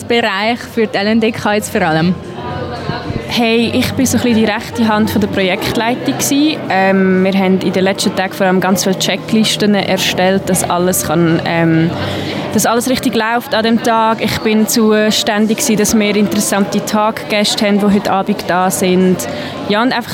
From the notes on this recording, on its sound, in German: Lange Nacht der Karriere 2023. Wir haben uns unters Publikum gemischt.